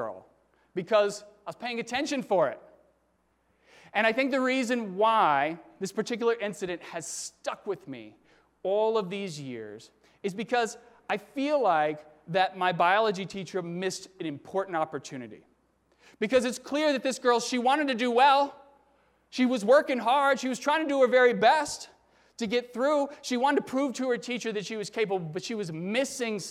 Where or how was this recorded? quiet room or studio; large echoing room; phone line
large echoing room